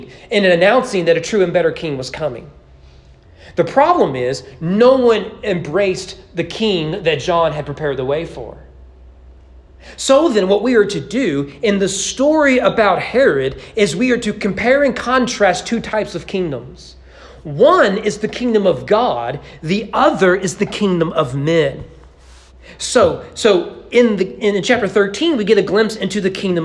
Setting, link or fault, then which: setting, large echoing room